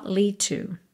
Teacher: lead termina em D, to começa em T, você junta num som só